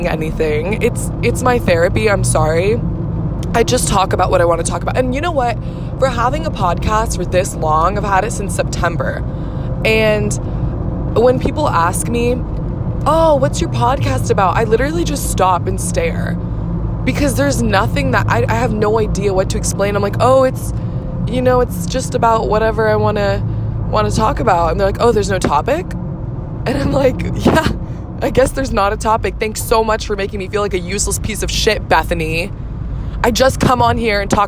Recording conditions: phone or laptop microphone